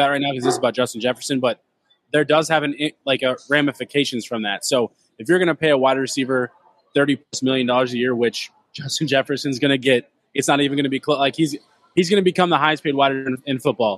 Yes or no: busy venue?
yes